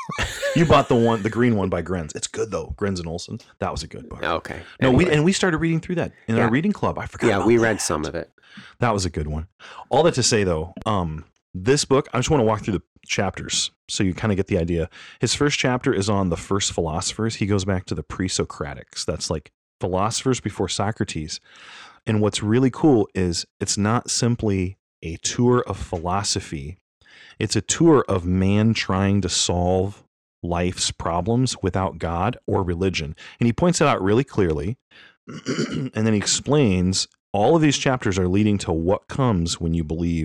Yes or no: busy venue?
no